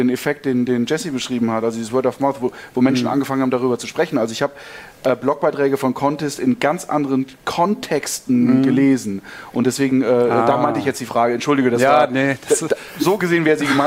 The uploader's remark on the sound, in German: Live von der BEX20